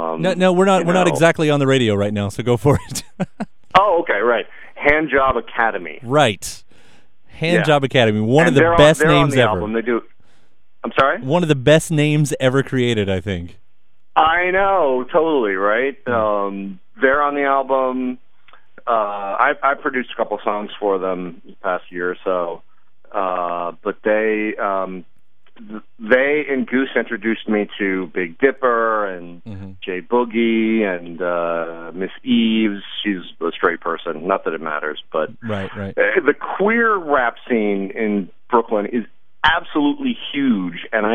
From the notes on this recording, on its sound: phone interview